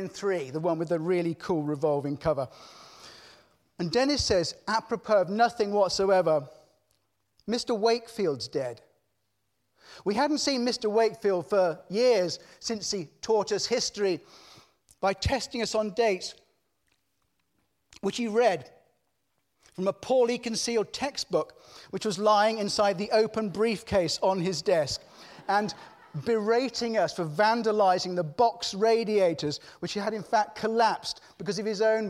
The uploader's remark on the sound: The 5x15 Halloween special recorded at Conway Hall on 30th October 2018. 5x15 brings together five outstanding individuals to tell of their lives, passions and inspirations. There are only two rules - no scripts and only 15 minutes each.